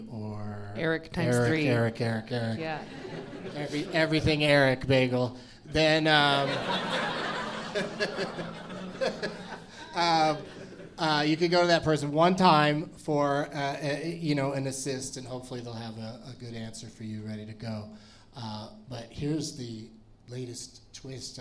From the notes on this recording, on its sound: Live from Comedy Works in Denver.